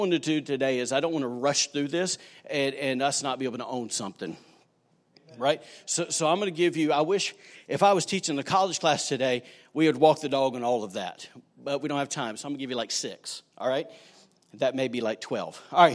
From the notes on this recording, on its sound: recorded on Sunday, November 10, 2019, during service at The Anchor Church in Rockport, Maine